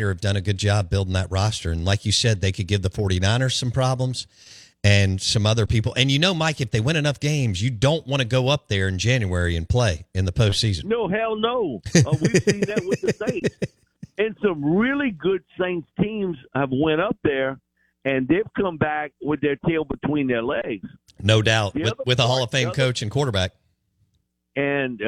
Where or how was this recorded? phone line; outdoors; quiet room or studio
phone line